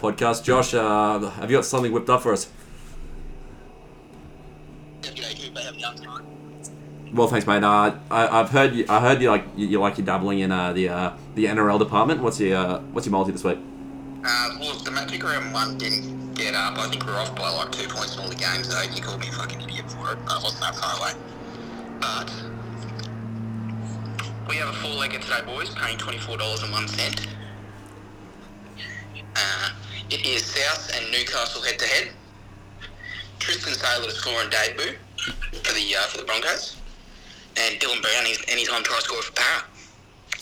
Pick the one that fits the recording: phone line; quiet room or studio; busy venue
phone line